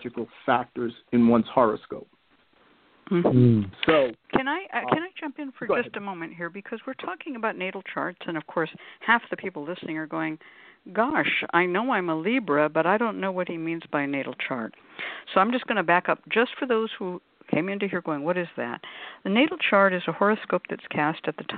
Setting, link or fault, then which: link, phone line